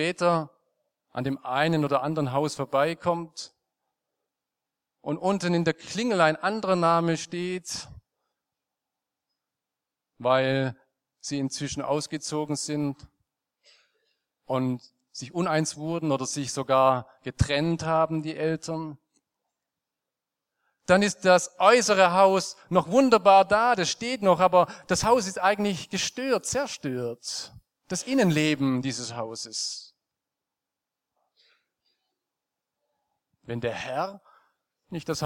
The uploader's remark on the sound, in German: aus dem Konfirmationsgottesdienst der Liebenzeller Mission